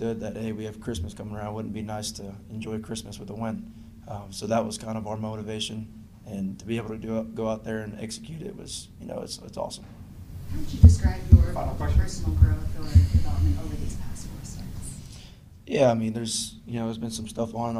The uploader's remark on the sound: Addresses the media during his postgame press conference following New England's 26-23 win over the Denver Broncos.